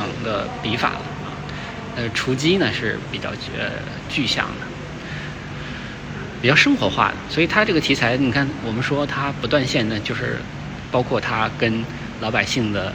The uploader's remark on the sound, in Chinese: 这是一个视频，也没有任何的准备，就是在看展现场一边看一边谈感受。清华艺博。